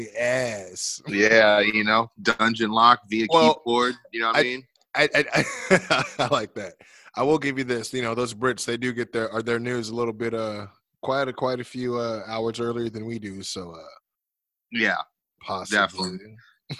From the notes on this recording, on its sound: connect via Zoom